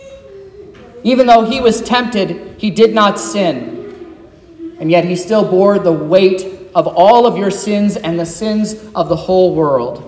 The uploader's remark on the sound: This is the sermon preached at Trinity Lutheran Church in Vallonia, Indiana, on Wednesday, February 14th, 2024, which was Ash Wednesday.